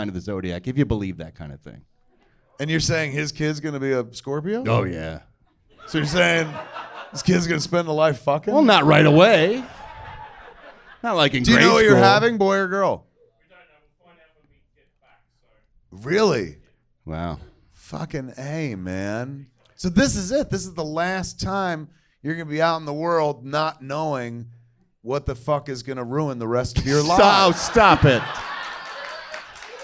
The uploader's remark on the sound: Recorded LIVE in Hollywood, CA at the Improv.